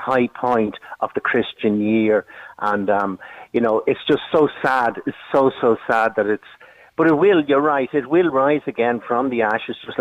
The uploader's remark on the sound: was joined on the line